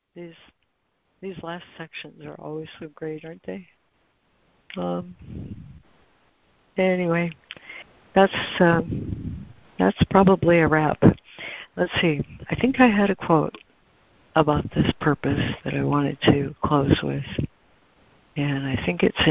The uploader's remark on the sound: ACIM Daily Conference Call